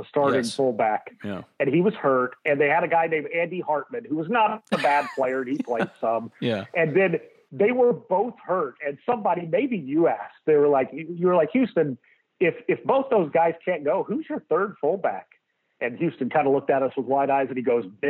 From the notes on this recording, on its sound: joined for an hour on the Modern Woodmen phone line